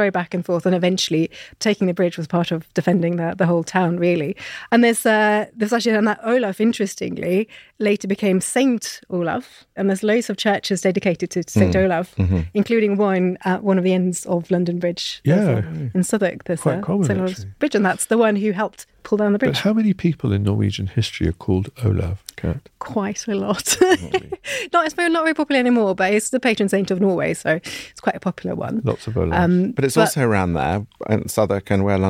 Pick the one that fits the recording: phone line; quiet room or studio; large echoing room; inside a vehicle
quiet room or studio